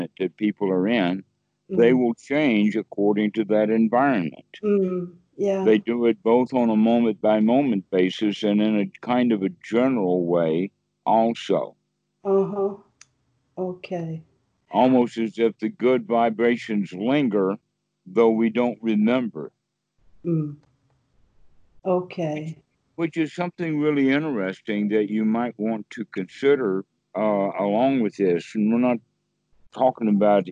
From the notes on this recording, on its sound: skype calls on this channel